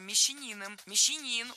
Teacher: Стал не мещанином, а мещанином. Мещанин, ударяем третий слог.